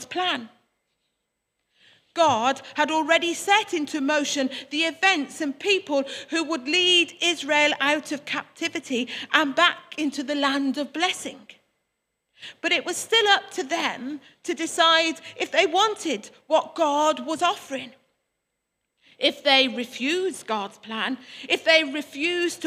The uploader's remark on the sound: Worship from Morley Salvation Army, originally broadcast live in February 2021